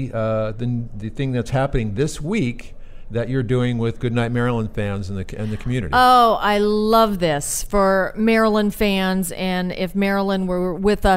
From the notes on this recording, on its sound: Live at American Film Market. Join VoiceAmerica as we Broadcast LIVE form the American Film Market!